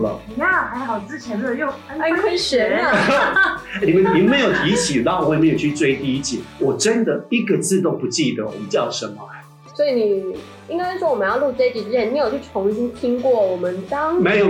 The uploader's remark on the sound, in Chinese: 正好碰到機器調整期(為期一個月)。錄音檔案音質不甚完美。